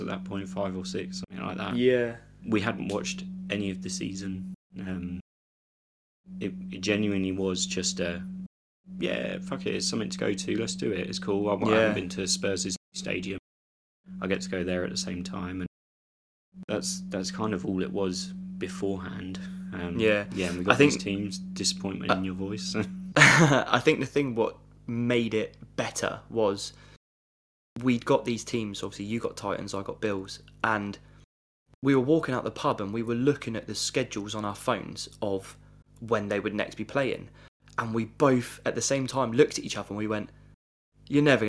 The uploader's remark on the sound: I will sort my microphone! Sorry for low hum and cutting out.